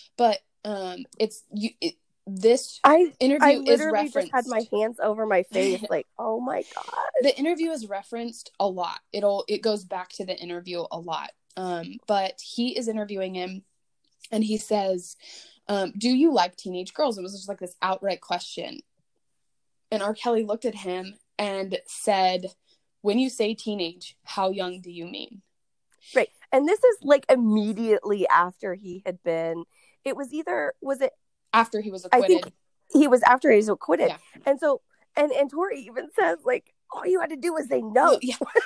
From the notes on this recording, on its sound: There are some more glitches with audio because we are learning.